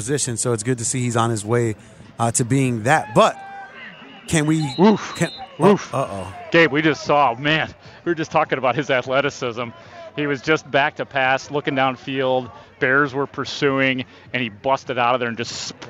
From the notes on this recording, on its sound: Shared a live report from the Bears-Colts joint practice while it was happening.